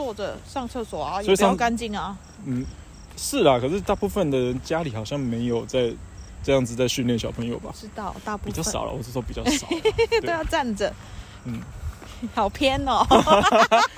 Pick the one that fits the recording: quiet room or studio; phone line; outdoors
outdoors